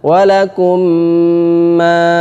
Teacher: Mim ini dimasukkan, mim pertama dimasukkan ke mim kedua. Caranya adalah sukunnya dihilangkan, huruf yang kedua ditasdid. · Term: idgham kamil